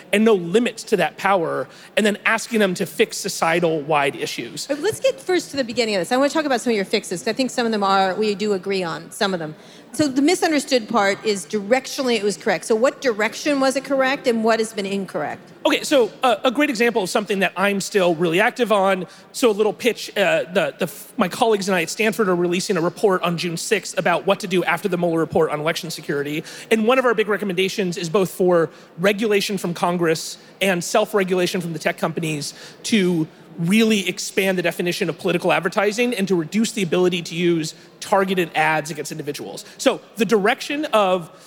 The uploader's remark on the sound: live interviews from the 2019 Collision conference in Toronto, Canada